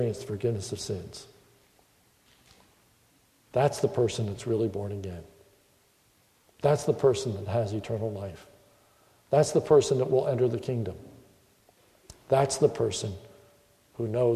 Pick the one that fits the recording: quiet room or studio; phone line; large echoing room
large echoing room